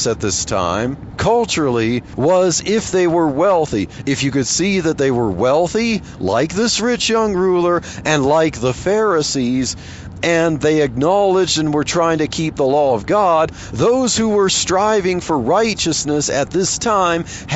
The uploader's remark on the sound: while driving to work